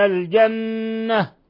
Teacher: حرف غنة مشدد، نون مشددة تغن مقدار حركتين